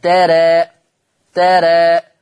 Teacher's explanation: لما يكون بعد حرف الراء ألف ألف في آخر الكلام ألف متطرفة يبقى حينئذ حكم الألف التقليل قولا واحدا · يبقى حكم الألف وقفا التقليل قولا واحدة